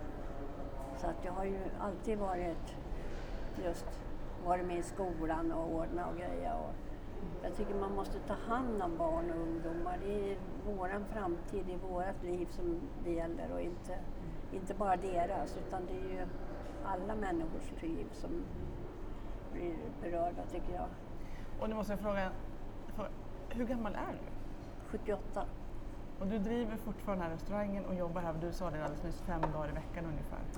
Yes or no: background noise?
yes